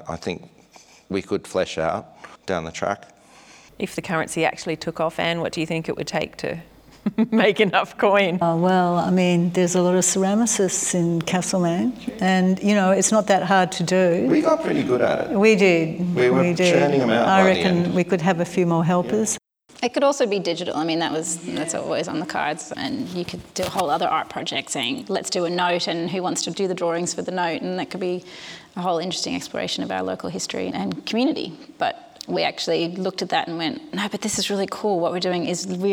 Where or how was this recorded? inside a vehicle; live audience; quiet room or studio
live audience